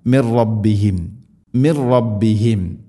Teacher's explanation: അൽ ഹഖു ഖാഫ് മിർ റബ്ബിക സാകിന നൂന് ശേഷം റാ, നൂനിനെ റായിലേക്ക് ഇദ്ഗാം ചെയ്യണം അഥവാ കൂട്ടിലയിപ്പിക്കണം, മണിക്കാതെ ഉച്ചരിക്കണം.